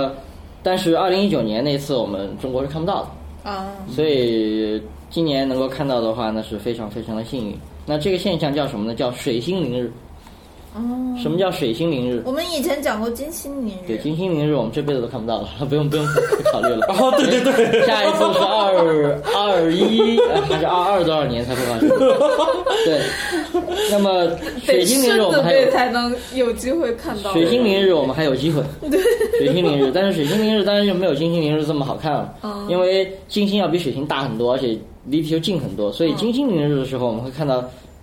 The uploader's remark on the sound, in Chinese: 本期节目为在张大妈办公区用录音笔录制，可能有街道上的杂音，请见谅。